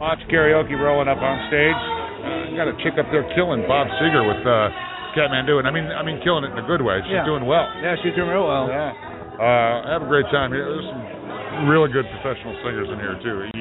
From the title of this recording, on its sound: Live from Wrigley Field Bar and Grill